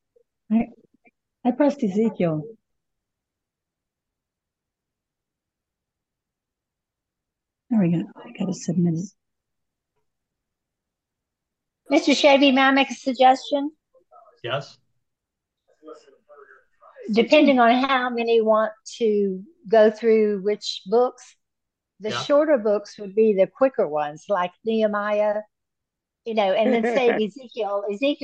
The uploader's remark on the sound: given on Wednesday nights by Zoom